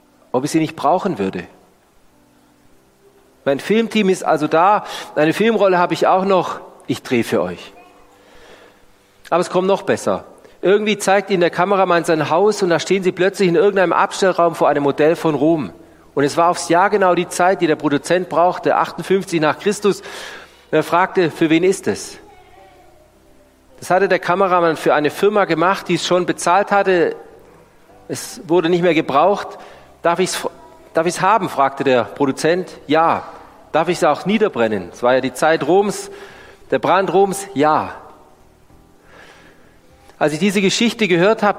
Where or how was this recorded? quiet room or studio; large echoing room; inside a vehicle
large echoing room